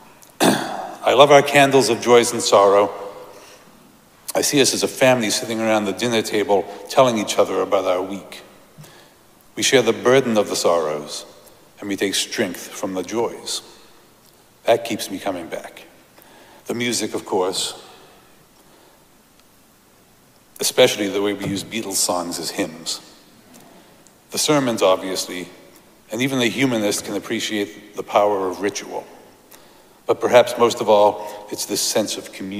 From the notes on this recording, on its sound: Recorded live at Arlington Street Church, Sunday, July 30, 2023.